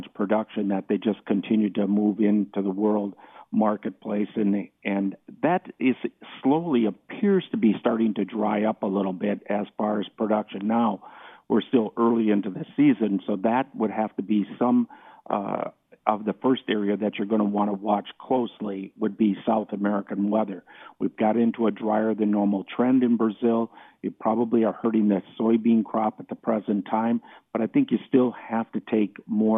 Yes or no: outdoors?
no